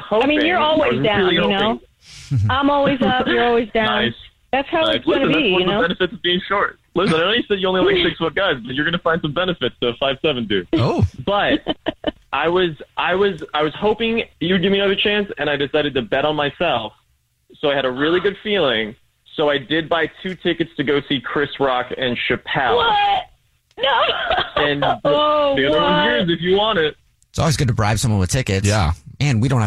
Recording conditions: phone line